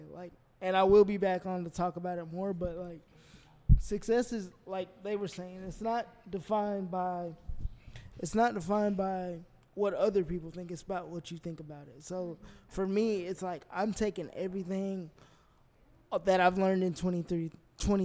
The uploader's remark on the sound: Holiday Special Live From Sophia's.